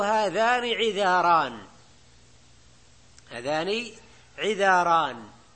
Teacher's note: قال والمفتوحة نحو هذان عذاران، هذان عذاران، إذن ما تمال الألف لوجود راء مفتوحة بعدها